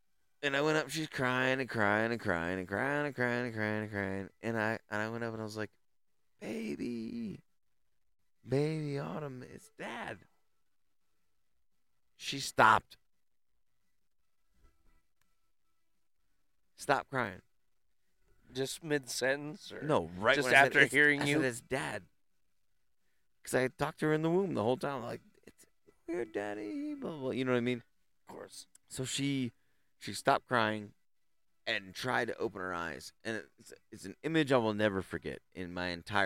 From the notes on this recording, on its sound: Tune in as we enjoy the great outdoors sitting around the fire enjoying great company sharing laughs and delicious beverages. Quite the feat recording out in the sticks but we did it!